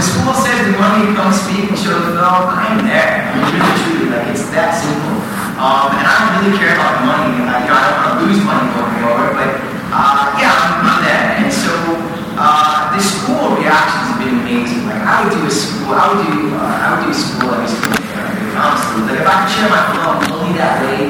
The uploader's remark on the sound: LIVE From Kelly’s Hollywood Chicago Premiere. Answers audience questions after the showing of his film.